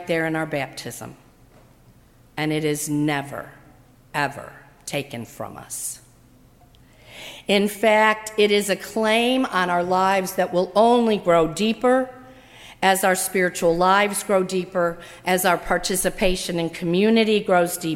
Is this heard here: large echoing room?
yes